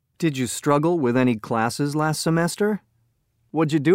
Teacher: Notice how the speakers reduced did you and had you. Did you can be one or two syllables.